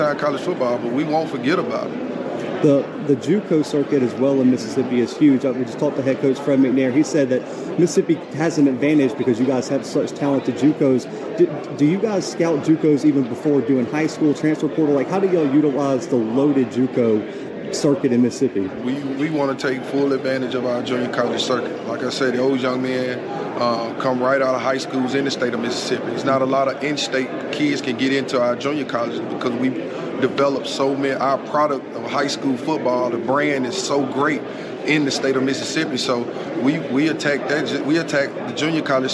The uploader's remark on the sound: The Bluebloods are live from SWAC Media Day in Birmingham, AL.